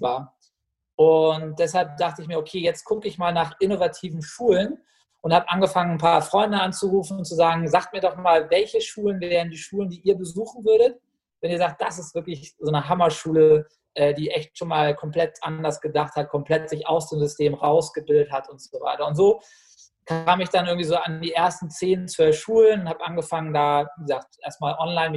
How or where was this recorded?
video call